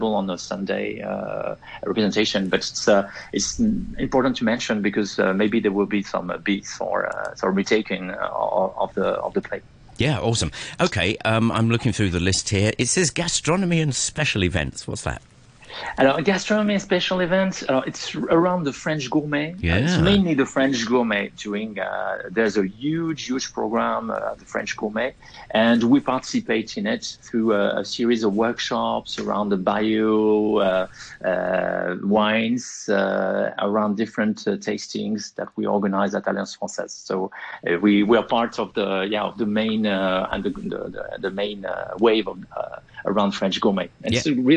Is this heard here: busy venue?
no